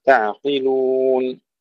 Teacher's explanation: القاف فخمها ولا تهمسها